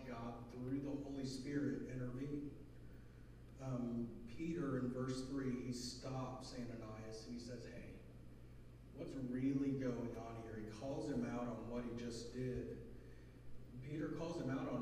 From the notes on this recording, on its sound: Sound quality is low.